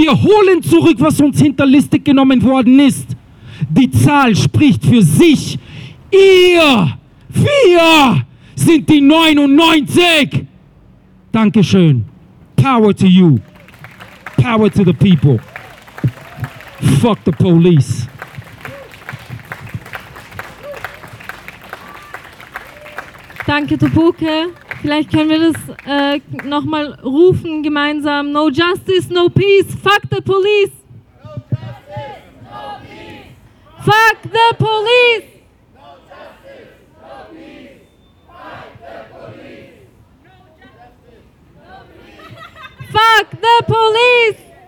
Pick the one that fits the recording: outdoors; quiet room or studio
outdoors